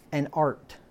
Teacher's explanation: Because the H in 1611 English and in the British accent, the H is silent.